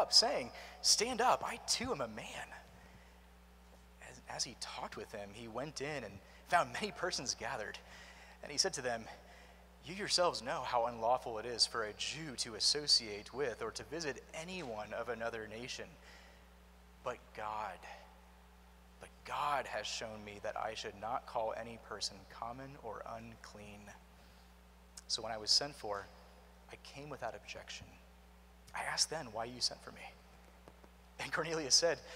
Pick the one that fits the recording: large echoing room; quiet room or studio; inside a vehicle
large echoing room